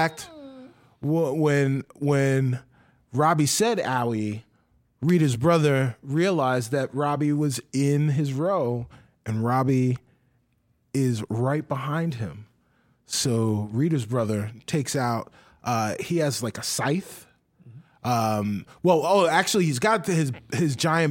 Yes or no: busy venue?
no